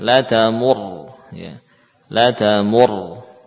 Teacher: Ketika sampai pada ra yang sukun, ya, ini kaidah saja, ya. Maka ra-nya dibaca dengan tanpa memberikan unsur harakat dhammah.